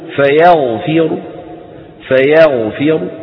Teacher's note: فيغفر عند الوصل الراء مفخمة، وعند الوقف بالروم أيضا الراء مفخمة، هكذا انظروا فيغفر، فيغفر، نخفض الصوت وإيه ونفخم الرأس كما ذكرت لكم.